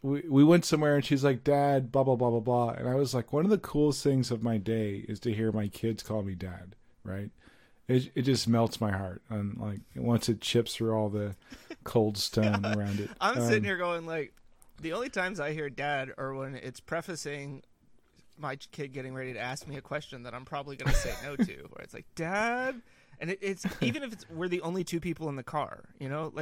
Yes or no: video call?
no